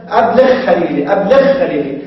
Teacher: والغين المعجمة تدغم في الخاء المعجمة على القياس